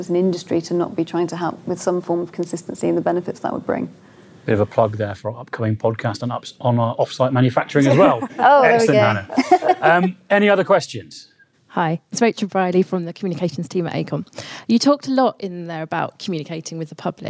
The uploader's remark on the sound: In front of a live audience.